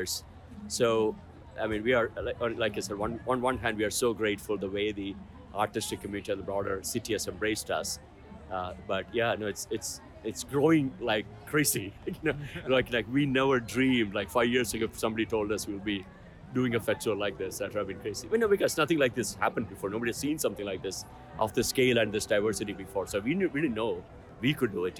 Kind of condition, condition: setting, busy venue